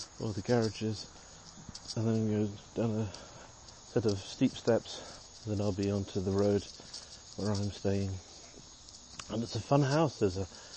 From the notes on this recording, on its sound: Here are a selection of short audio clips, often recorded on the move as I'm traveling. From our new life in Pittsburgh.